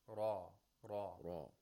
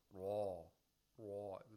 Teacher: It means you have to read it with velarization. The ra should be velarized. And velarization means the back of the tongue is raised toward the velum. · Shown in: first take · Or practically, we can say we pronounce it with the full mouth. · There's no pharyngealization. We only have velarization.